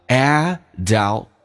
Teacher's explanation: 那个 t 可以不用发音而且后面那个短元音原本发成 hood 但是由于它是非主重元音主重元音是 a 它那个嘴音就小一点有点近